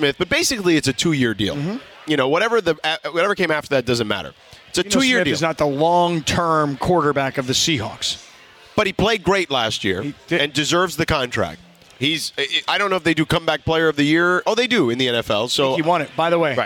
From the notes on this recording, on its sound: We are LIVE from Yaamava Resort & Casino